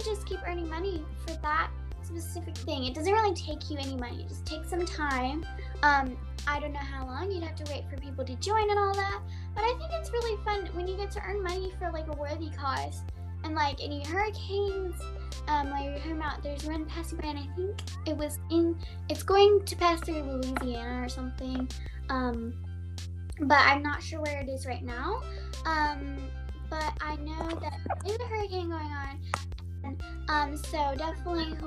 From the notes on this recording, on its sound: Sorry about the glitching…